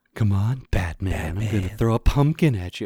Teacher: ridiculous, breathy, sexy sort of baby talk voice